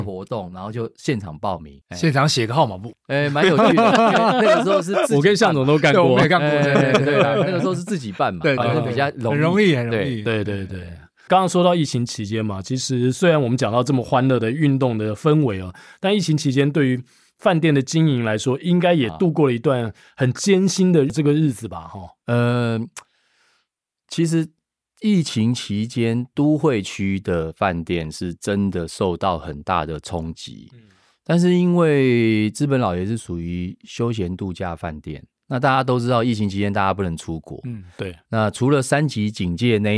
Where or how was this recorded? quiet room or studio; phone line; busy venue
quiet room or studio